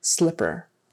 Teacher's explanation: But the L, you touch and hold for a bit and it is voiced.